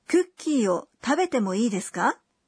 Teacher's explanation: When you ask for permission, you add か at the end of the sentence and say it with a rising intonation.For example, if you want to ask if it's okay to eat the cookies lying right in front of you, you would add か after 食べてもいいです。And to say 食べてもいいですか?